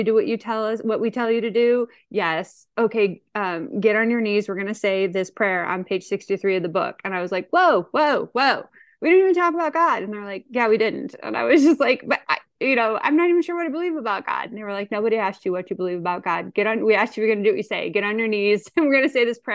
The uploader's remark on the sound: Grace Group Zoom Meeting. At the Grace Group Zoom Series in Hattiesburg, MS.